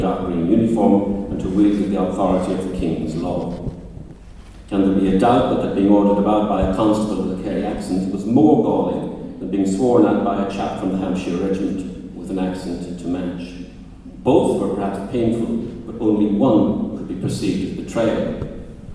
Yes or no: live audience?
yes